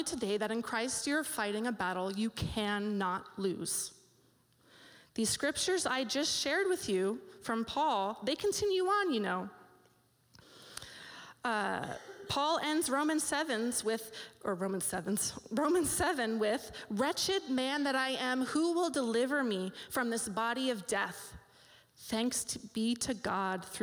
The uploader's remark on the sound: This live audio recording was taped at Cornerstone Community Church’s Mom2Mom group in Wildomar, CA on October 6th, 2016